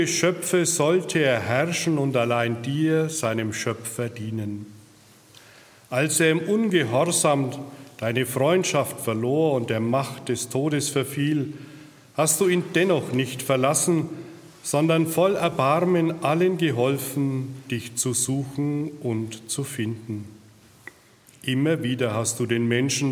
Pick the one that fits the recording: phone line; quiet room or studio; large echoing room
large echoing room